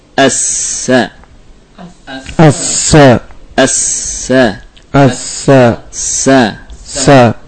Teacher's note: Kemudian sifat hams, ya. Keluar atau mengalir nafas bersamaan dengan terucapnya sin.